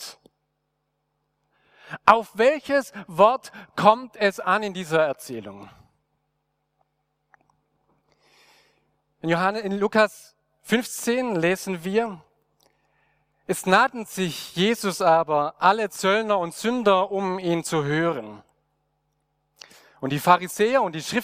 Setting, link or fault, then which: setting, large echoing room